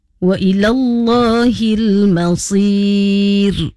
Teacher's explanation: mad arid lisukun masir huruf ra, hendaklah dibaca nipis. tadi membaca dengan masir, jadinya tebal.